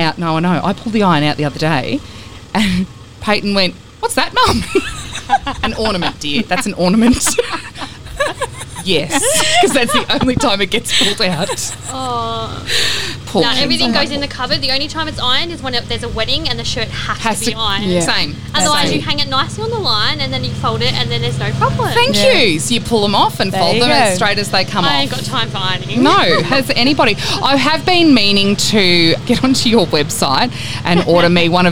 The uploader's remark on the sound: LIVE from Autopro Robinvale. You have all of the ambience of being out on Bromley Road during construction.